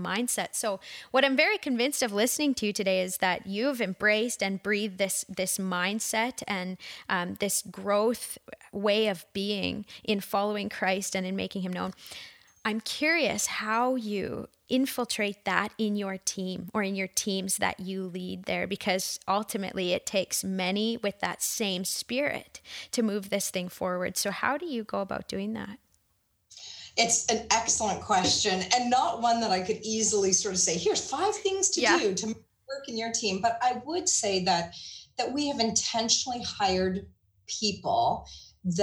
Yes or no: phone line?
no